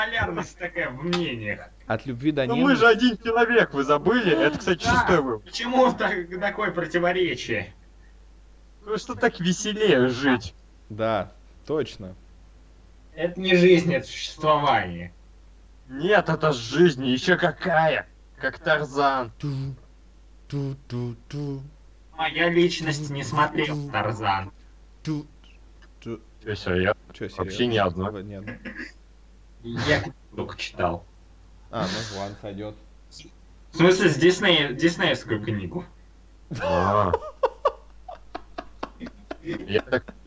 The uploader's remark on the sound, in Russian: Это старый выпуск подкаста, не имеющий чёткого формата, записанный в не очень высоком качестве.